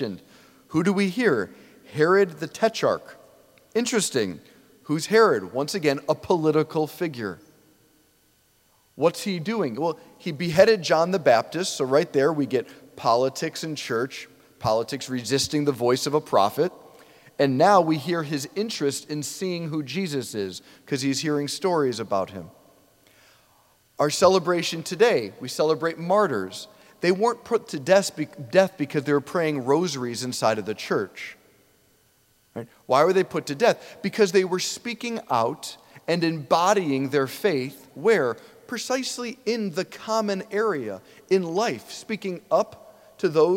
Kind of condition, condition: setting, large echoing room